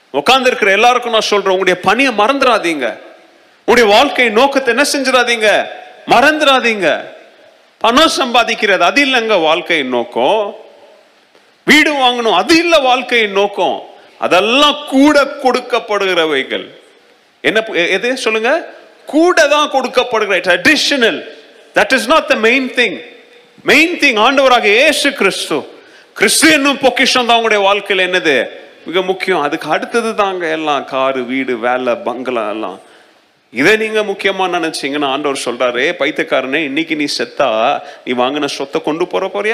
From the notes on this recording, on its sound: Missions Sunday Second Service Sermon Live